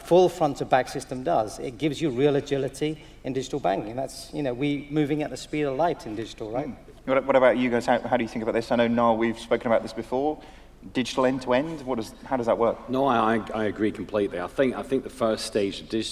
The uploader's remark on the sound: recorded live Temenos' TCF2018 event in Dublin